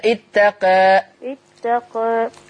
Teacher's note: الإمالة الصغرى إلى الفتح أقرب · Term: إمالة صغرى